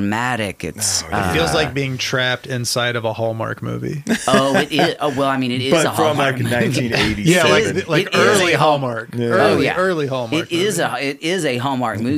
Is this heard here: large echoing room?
no